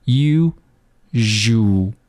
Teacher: 结尾呢，是一个 l，一个辅音 L 的这样一个发音，你需要注意的是，要把舌尖顶到上牙膛